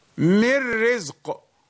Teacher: نون سكون have been merged into را